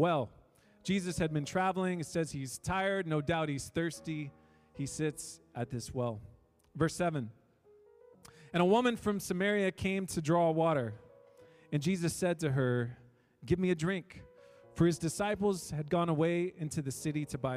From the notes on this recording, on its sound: We are an international, English-speaking Christian church made up of people from all around the world. Sermons preached during our church service.